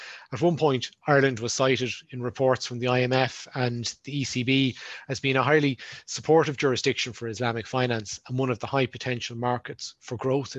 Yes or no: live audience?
no